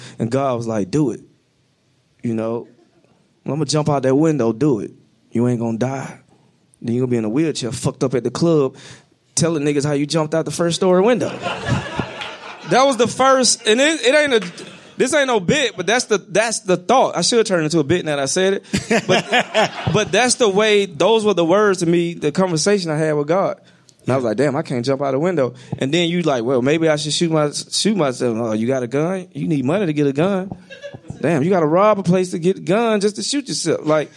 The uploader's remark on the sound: Live at SXSW. In this live special from South By South West.